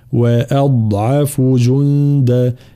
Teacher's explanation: الهمزة مرققة ثم الضاد مفخمة